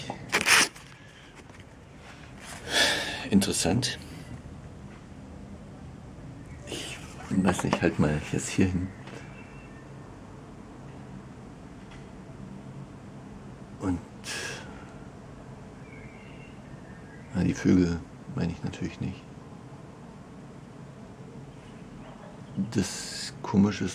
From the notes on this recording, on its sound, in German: Als mir auffiel, wie laut es gerade auch um mich herum war. Und dann habe ich es mal aufgenommen. Vielleicht kannst Du die vielen Hintergrundgeräusche auch wahrnehmen.